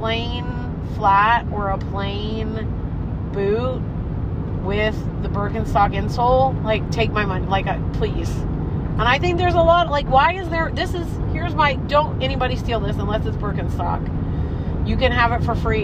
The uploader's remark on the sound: on a road trip home from The Saint Louis Renaissance Festival